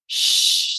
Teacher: Let's look at another one. Shh, that's a nice palatal sound that is adjacent to where the R is produced.